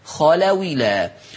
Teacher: مفيش نطق للهمزة، اوعوا انتوا بتعملوا نقل حد يمضى الهمزة خلاص، ما لما نيجي نعمل حكم النقل الهمزة بتتشال، تحذف الهمزة للتخفيف وبنقل الحركة بتاعتها للساكن، خلاويلا تنطق خلاويلا.